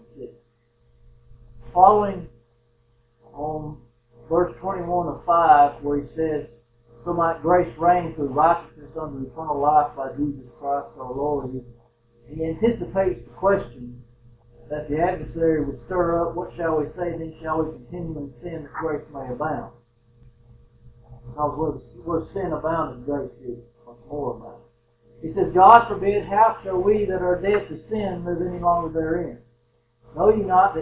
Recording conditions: poor sound quality